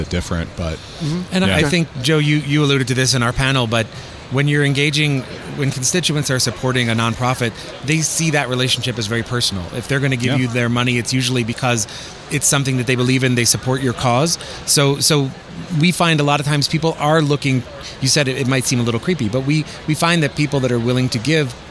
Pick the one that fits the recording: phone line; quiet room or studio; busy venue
busy venue